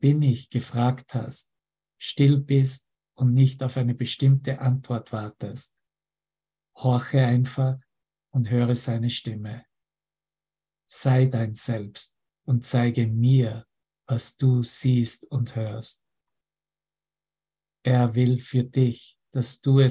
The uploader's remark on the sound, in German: Zoom-Session. Veranstaltet von der Aleph Akademie.